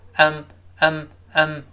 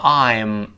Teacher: 这个 I 在这发生元音弱化 · Shown in: first take